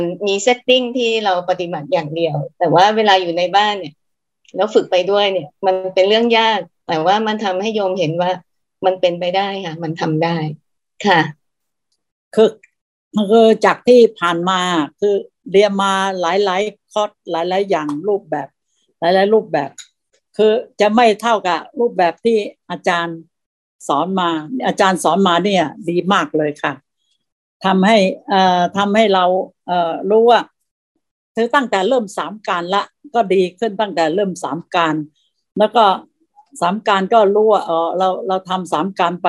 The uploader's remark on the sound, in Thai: คอร์สออนไลน์ (ผ่านโปรแกรม Zoom)